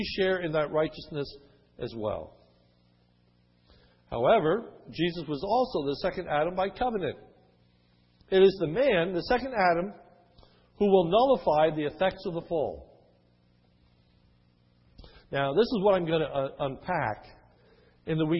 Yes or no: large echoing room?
yes